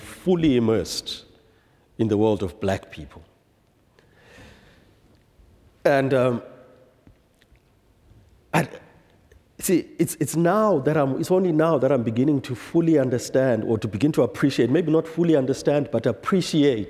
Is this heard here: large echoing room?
yes